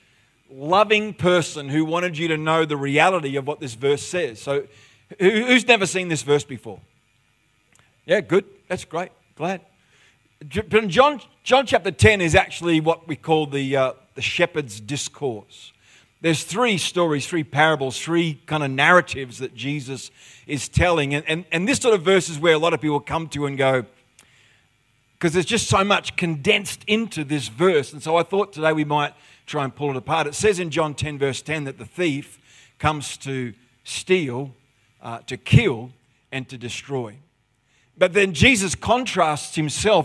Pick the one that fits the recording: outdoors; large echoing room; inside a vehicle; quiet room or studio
large echoing room